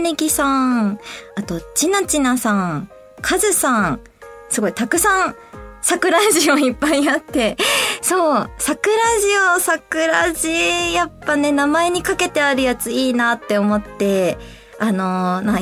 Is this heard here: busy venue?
no